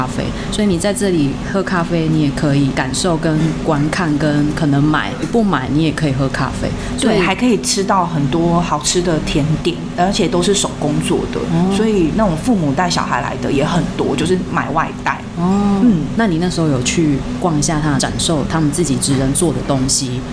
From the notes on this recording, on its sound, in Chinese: 本集白噪音指數：蚊風級 1/5。錄音地點： Tenshima 天島咖啡。